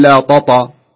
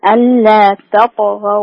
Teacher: التاء فيها همس الترقيق ضعيف الترقيق، الطاء مفخمة · Shown in: second take